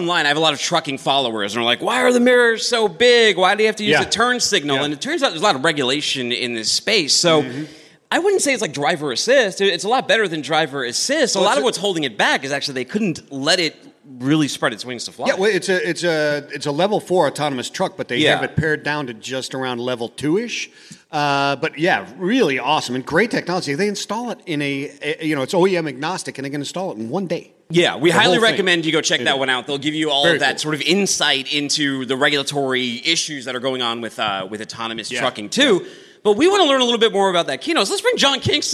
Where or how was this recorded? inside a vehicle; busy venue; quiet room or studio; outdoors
busy venue